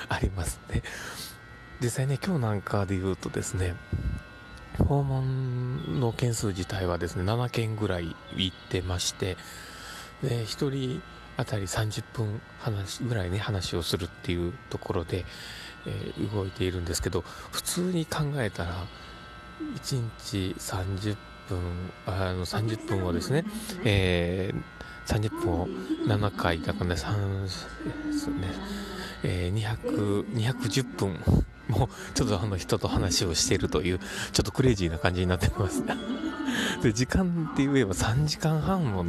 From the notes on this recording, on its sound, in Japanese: 駅で収録（笑）。駅で収録していますが、今日は短めです。